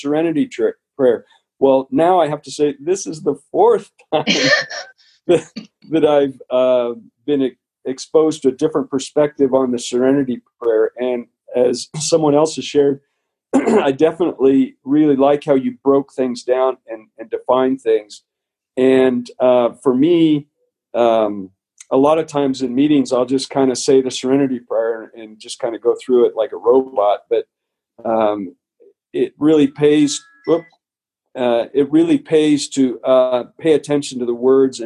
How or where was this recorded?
video call